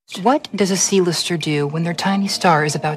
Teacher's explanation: There's a breathiness to it, he has a high pitch and he sounds like he's speaking out of his nose. He likes to draw out his vowels.